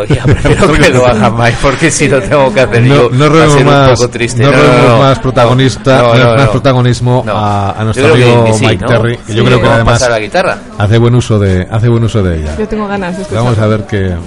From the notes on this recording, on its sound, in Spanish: Nos complace presentarte nuestro primer programa en directo desde el Bar Kafka de Valladolid. Este rincón de copas en nuestra ciudad.